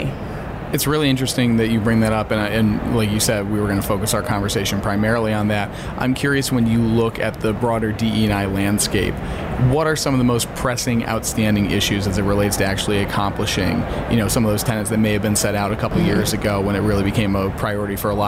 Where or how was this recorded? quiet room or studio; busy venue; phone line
busy venue